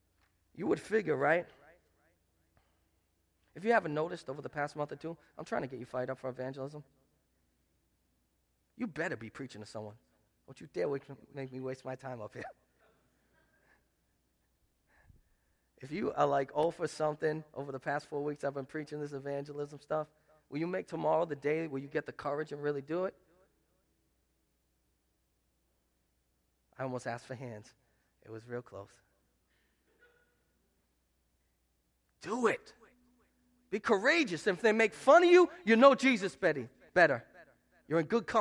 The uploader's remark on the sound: Preached at Restoration Road Church on April 2, 2017